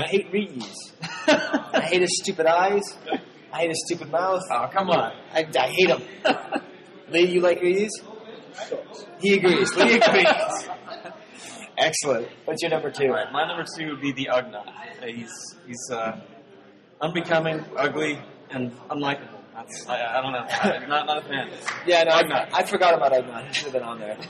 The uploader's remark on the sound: Recorded in front of a live studio audience on the first day of Celebration VI, this is part one of the 'Chive Cast Vintage Pod's Convention Double Mega Cast.